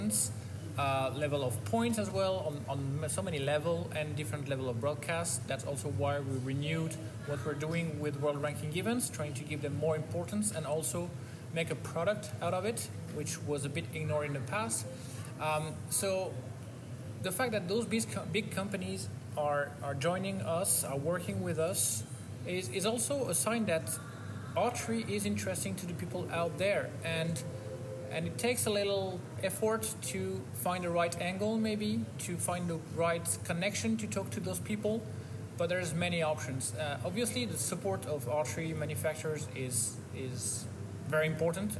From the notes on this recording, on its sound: Live from Gwangju, Korea, at the Hyundai Archery World Cup